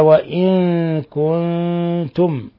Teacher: نون ساكنة جاء بعدها حرف الكاف، الحكم التجويدي إخفاء حقيقي، وكذلك النون مع التاء في كنتم أيضا إخفاء حقيقي.